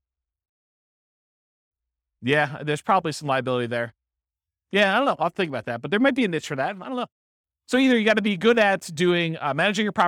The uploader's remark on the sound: This was a live class recorded